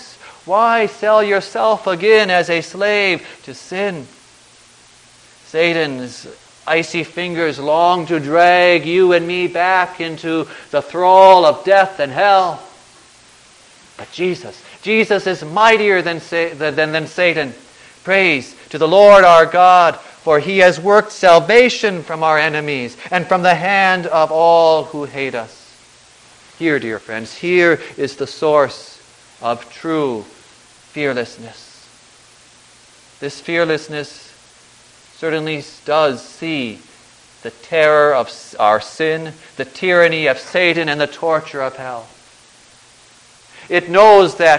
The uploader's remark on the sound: Preached on January 3, 2010, for the Second Sunday after Christmas, at St. John's Ev.